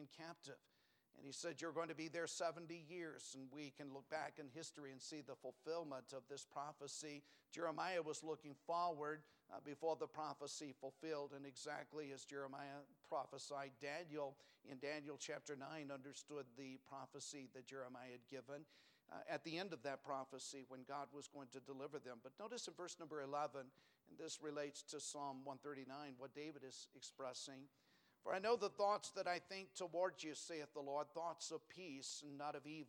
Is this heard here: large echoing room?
yes